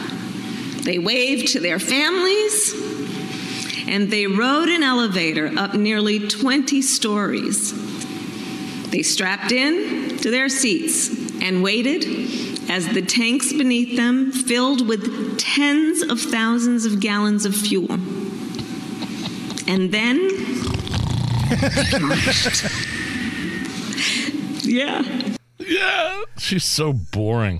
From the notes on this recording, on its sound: She was the keynote speaker at the Social Action Luncheon for the Delta Sigma Theta convention.